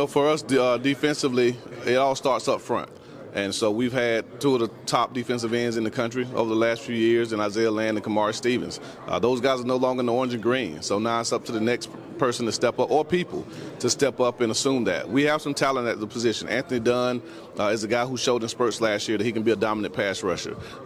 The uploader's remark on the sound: live from SWAC Media Day in Birmingham, Alabama